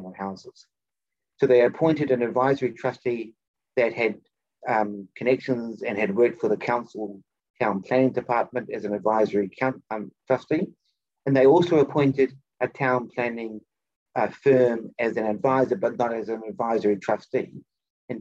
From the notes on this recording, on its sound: For those joining us on Zoom.